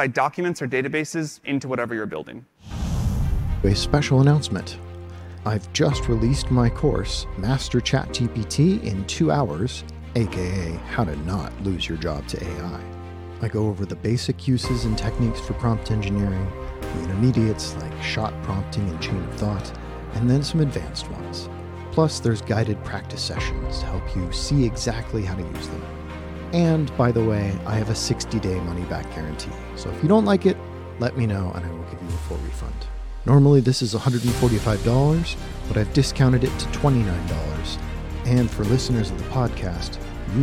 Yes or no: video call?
no